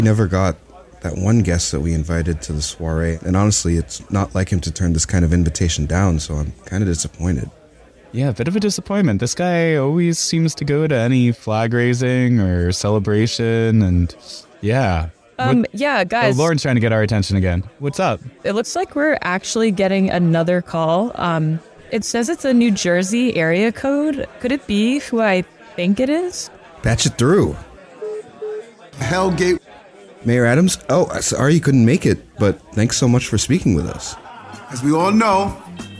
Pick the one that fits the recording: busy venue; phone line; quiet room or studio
busy venue